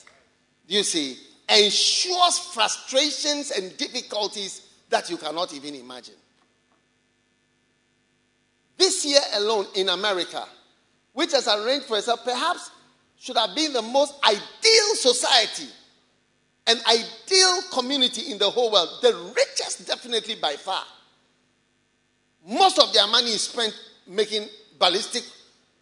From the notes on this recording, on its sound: Preached at the Experience Service, First Love Church, Accra.